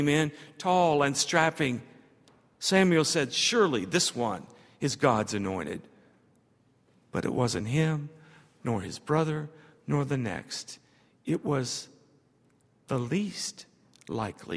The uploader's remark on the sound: at Highland Baptist Church